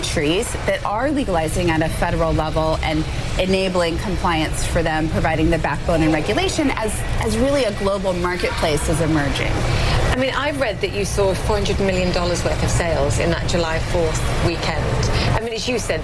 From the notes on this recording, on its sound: Live from the New York Stock Exchange.